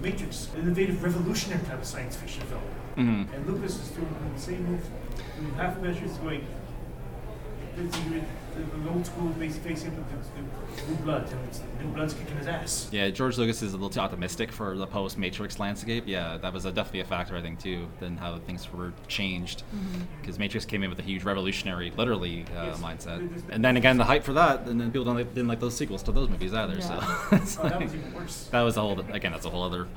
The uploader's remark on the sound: Forest City Comic Con 2022. Returned to Centennial Hall for a live panel discussion. Thank you to everyone in attendance, especially those who contributed the questions and comments you'll hear in this episode!